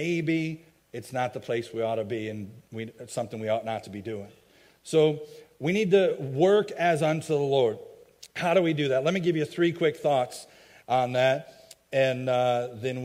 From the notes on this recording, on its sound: a message i preached at my home church, Faith Baptist Church in Chelsea, MI